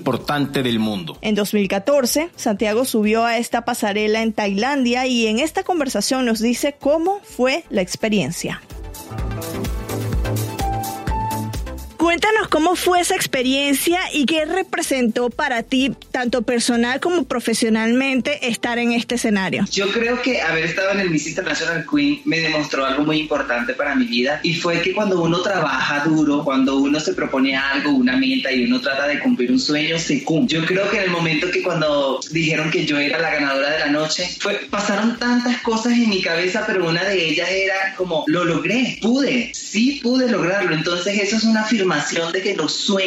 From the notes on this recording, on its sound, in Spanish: conversó vía Skype desde Bogotá con CNN en Español